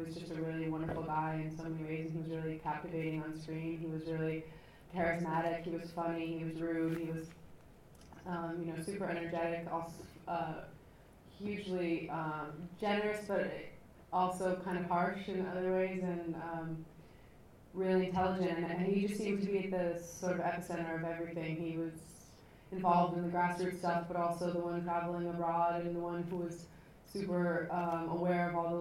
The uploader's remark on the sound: Recorded at the Light House Cinema, 3rd July 2012